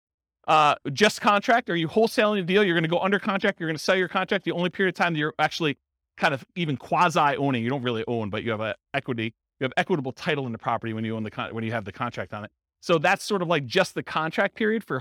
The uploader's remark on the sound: Real estate entrepreneurs in Philadelphia, Pennsylvania. This was a live class recorded to give investors a solid qualitative overview of all the different real estate investing strategies.